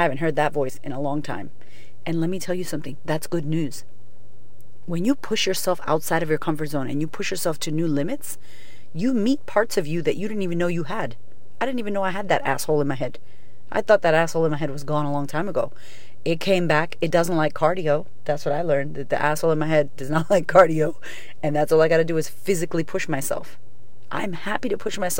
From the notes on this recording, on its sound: Today's episode is live from my car.